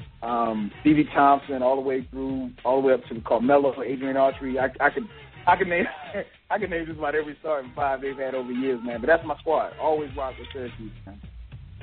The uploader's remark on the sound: We take live calls on the air